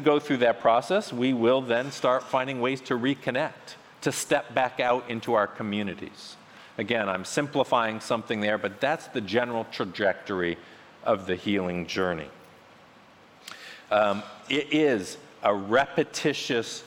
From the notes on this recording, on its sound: featuring a message from the Restore Conference